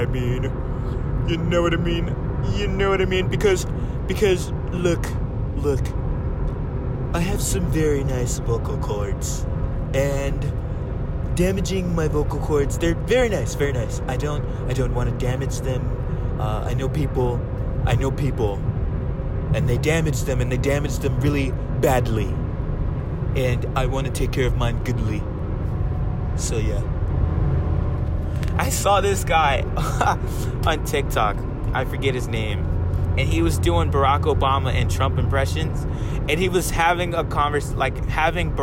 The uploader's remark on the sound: I've yet to have a clean episode, smh. During my usual Radon route. My voice is getting better.